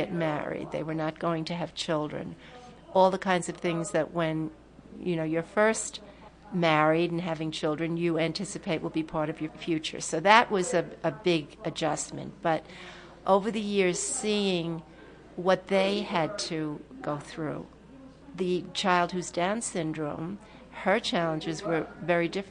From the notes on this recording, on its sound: live performance, community event and radio broadcast based in the New York's Catskills region